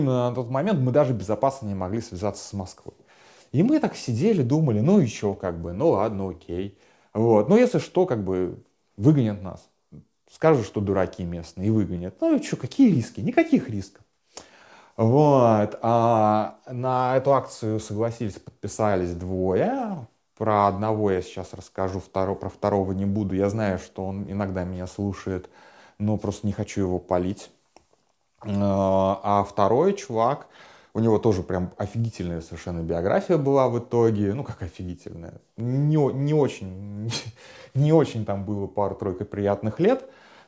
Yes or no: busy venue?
no